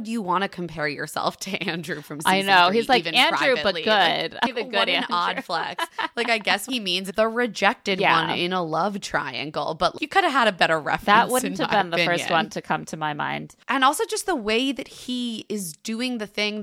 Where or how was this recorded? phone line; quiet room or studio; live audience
quiet room or studio